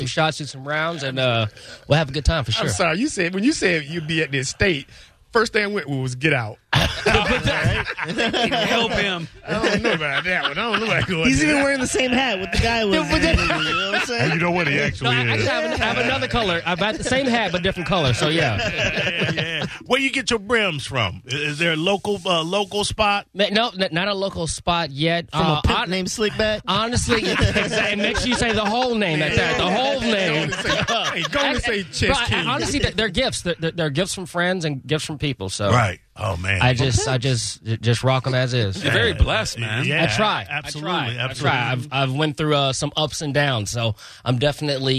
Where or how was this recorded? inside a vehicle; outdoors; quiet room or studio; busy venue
busy venue